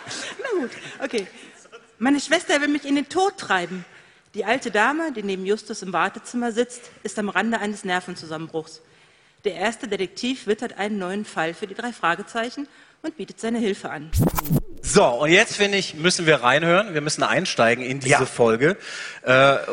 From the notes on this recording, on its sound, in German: Exklusive Mitschnitte von der Bobcast-Tour